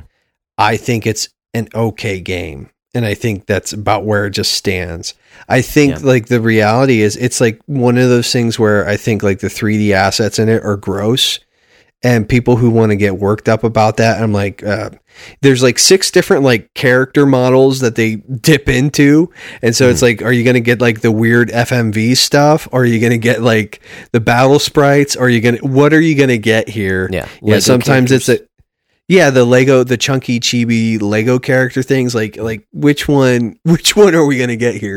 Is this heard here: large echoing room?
no